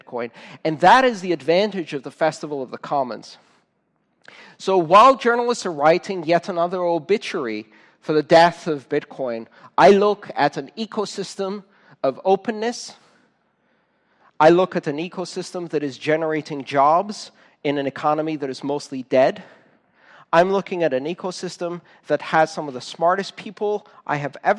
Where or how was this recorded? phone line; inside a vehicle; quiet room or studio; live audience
live audience